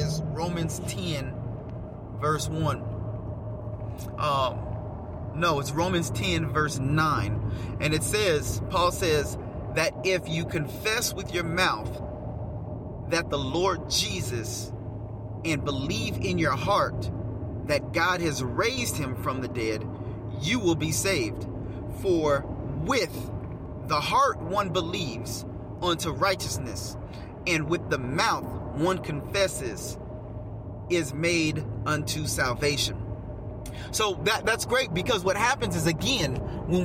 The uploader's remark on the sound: Get in the car with me and let's take a ride.